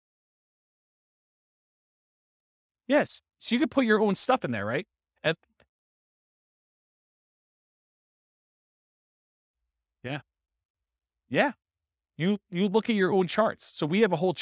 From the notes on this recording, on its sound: This was a live class recorded